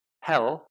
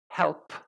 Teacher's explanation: P is aspirated quite strongly, and to produce the sound correctly, you have to kind of release that air. · Shown in: second take